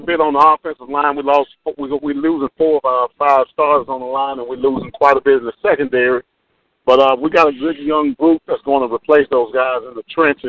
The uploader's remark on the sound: 87.9 FM Prairie View, TX. Phone Interview.